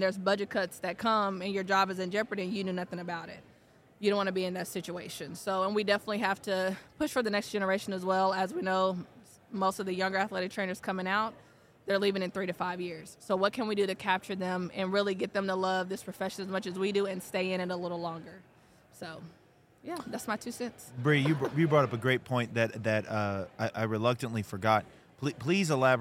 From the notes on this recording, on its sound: Live at SWATA 2023.